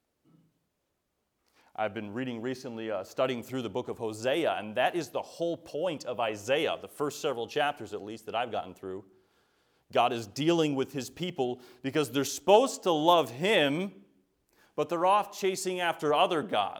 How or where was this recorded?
large echoing room